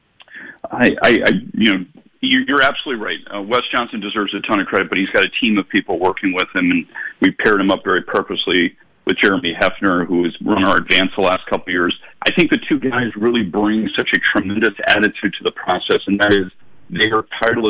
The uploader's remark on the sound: calls